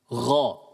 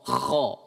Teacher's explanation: Sama, mereka dikeluarkan dari tenggorokan bagian atas.